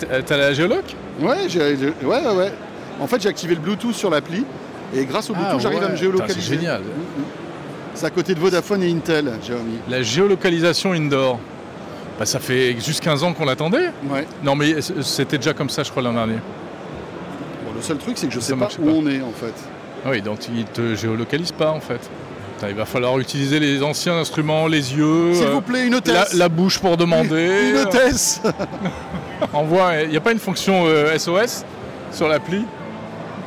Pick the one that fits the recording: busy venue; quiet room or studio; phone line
busy venue